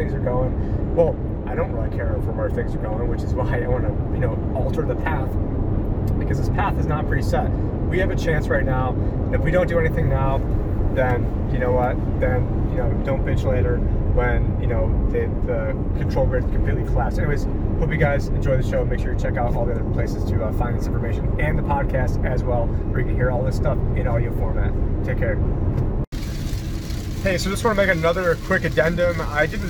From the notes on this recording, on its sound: Epic Rant While Driving To Jekyll Island. Filmed whilst driving so please be advised audio quality isn't where it usually is.